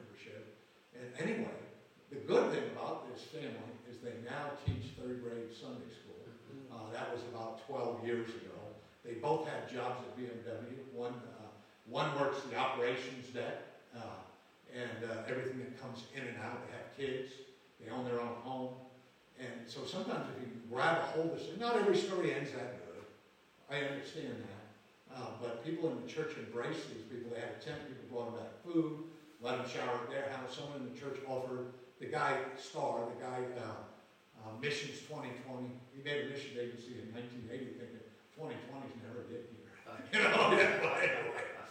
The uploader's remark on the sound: Live from Camp Joy Healing 3